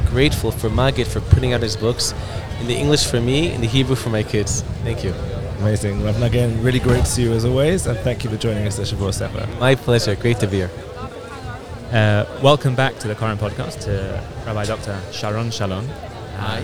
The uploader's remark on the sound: Live From Jerusalem. We were joined LIVE at Shavua HaSefer, Israel's national book week, at Jerusalem's First Station.